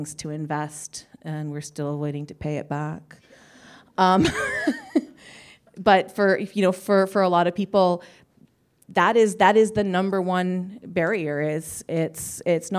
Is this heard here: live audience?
yes